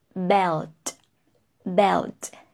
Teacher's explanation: Now, here with L and T sound, just link the L sound with the vowel before it and T is at the end. Just remember that two teeth together, T, with that vibration, but you have to feel the plosive sound between the two teeth, huh?